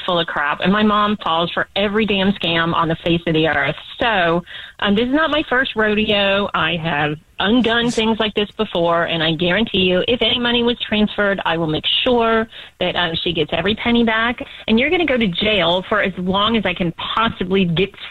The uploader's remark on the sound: phone prank style